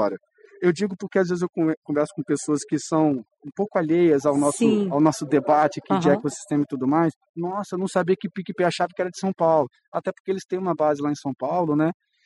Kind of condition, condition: setting, busy venue